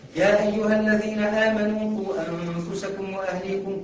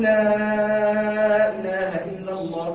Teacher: مد مش بسبب الهمزة، مد بسبب التعظيم، يسمى مد التعظيم · Shown in: second take · ويسمى ايضا ويسمى مد المبالغه.